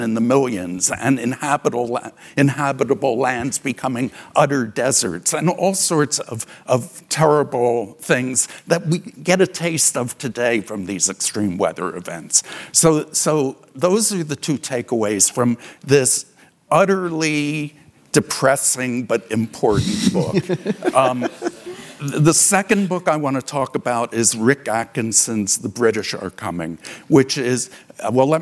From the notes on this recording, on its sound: taped live